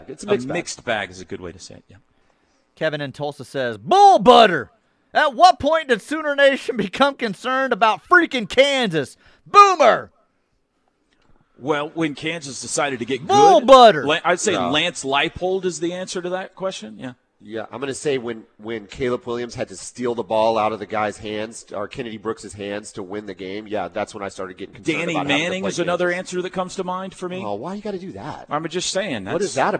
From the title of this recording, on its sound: LIVE FROM BROWN OHAVER